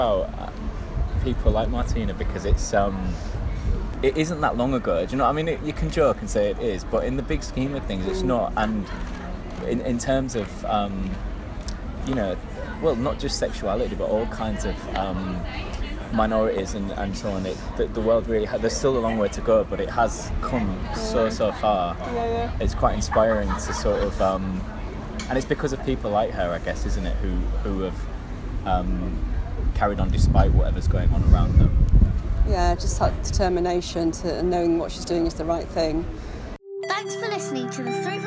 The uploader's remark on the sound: This episode was recorded outside so apologies for background noise.